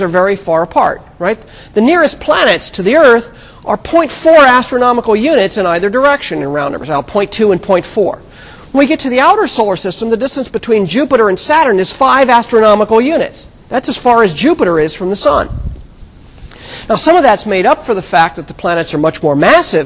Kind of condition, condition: setting, large echoing room